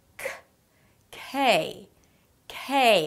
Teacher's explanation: The k at the beginning of words is aspirated, so it feels like there is a little h right after.